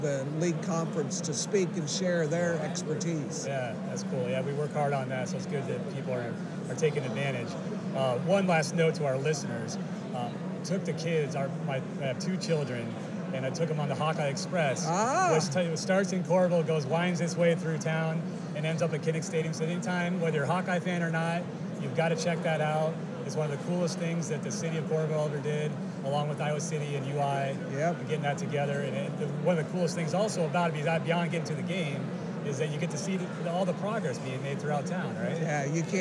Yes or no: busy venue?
yes